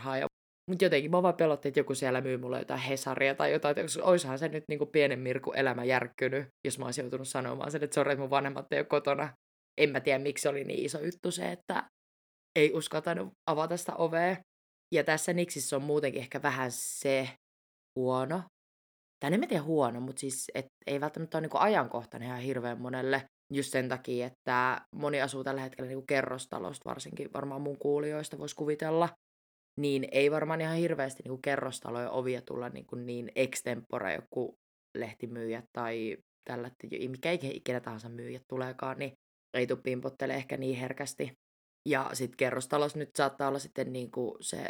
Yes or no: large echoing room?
no